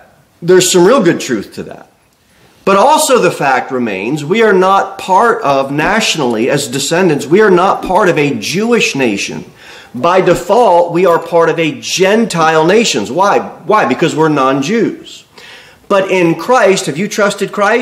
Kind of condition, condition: setting, large echoing room